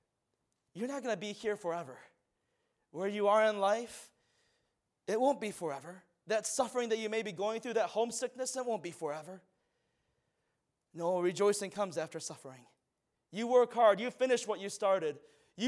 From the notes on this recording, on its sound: from the chapel platform at Baptist College of Ministry